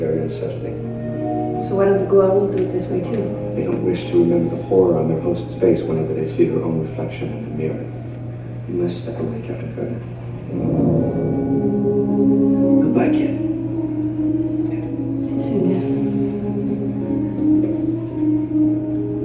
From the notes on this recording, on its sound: Apologies for the poor audio quality.